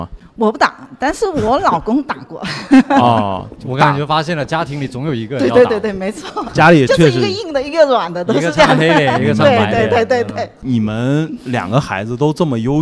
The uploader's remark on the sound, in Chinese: 本期节目是由福田区公共文化体育发展中心主办、福田区文化馆各主题馆承办的“妈妈的一天”--致敬母亲节系列活动现场录制的一期特别节目。在现场和50位妈妈聊聊天。